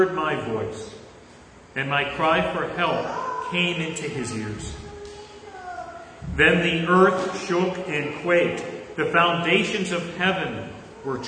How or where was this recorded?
large echoing room